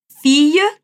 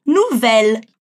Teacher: Enquanto fille a gente pronuncia como se fosse um i comprido, nouvelle a gente precisa pronunciar os L's